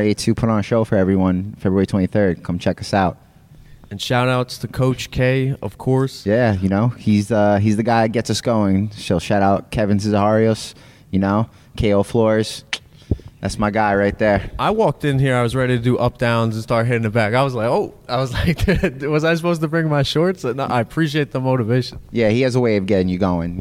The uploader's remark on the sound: IN-GYM